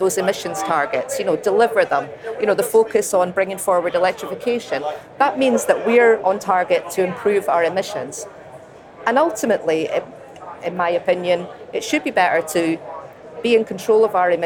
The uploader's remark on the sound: on day three of the Offshore Europe Conference in Aberdeen